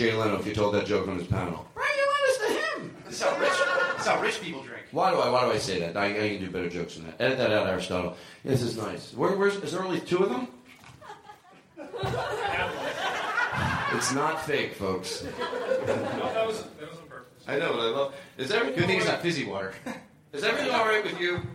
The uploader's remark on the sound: This episode is LIVE from The Kennedy Center in Washington, D.